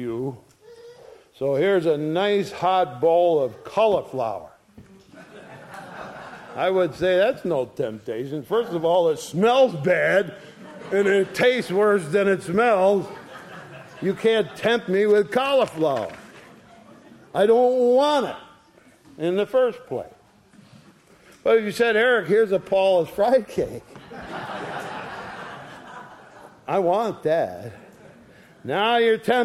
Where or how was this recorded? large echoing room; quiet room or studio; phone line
large echoing room